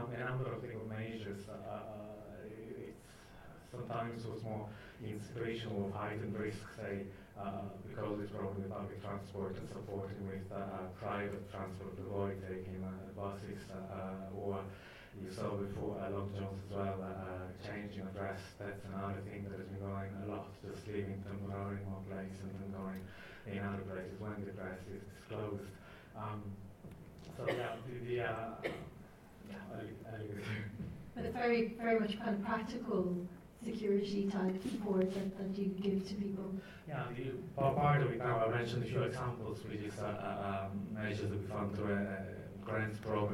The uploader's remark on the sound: Recorded at the Light House Cinema, 3rd July 2012